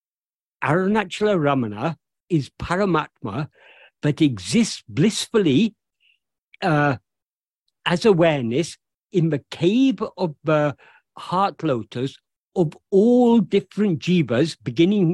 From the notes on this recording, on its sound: In a Zoom meeting with the Ramana Maharshi Foundation UK on 8th July 2023